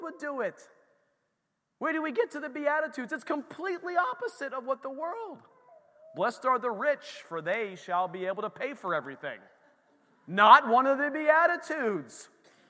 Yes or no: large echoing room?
yes